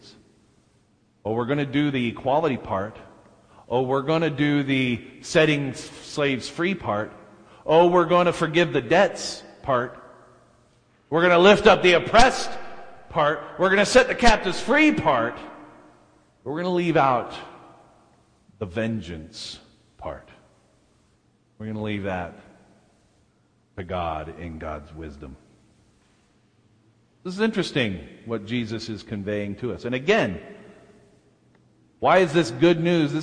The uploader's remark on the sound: delivered at First Baptist Church of Salt Lake City